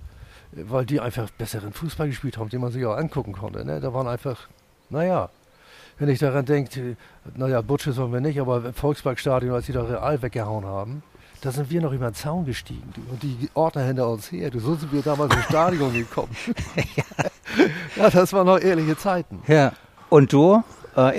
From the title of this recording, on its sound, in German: Ein Fußball-Tribünen-Gespräch